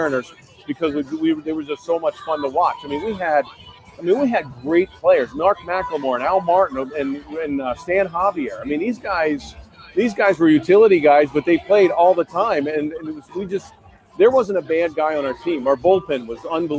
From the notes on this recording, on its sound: Live From MLB All-Star Weekend. Is in Seattle for the MLB All-Star festivites and is joined live by two former teammates.